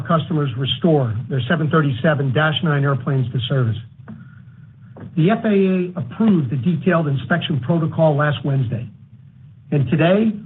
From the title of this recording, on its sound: Q4 2023 Earnings Conference Call